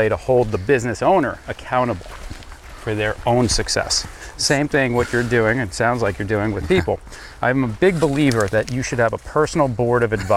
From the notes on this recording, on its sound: I can honestly say that this was my first ever podcast that was recorded while on a 4-mile hike. Hiking a moderate trail on the North Shore of Long Island.